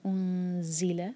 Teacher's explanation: آگے ہے انزلہ، او کے لیے ہمارے ہوٹ گول ہوں گے، ضمہ ہے یہاں پر، لیکن جب نون پر آئیں گے تو نارمل ہو جائیں. انزلہ، نون کی آواز کو چھپائیں گے، دو سیکنڈس دیں گے اور زا کے لیے زبان تیار کریں گے